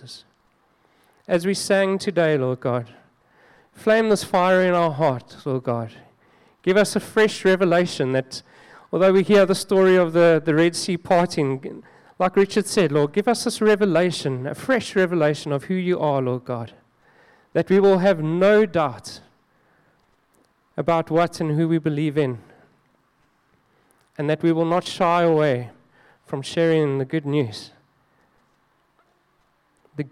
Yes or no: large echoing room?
yes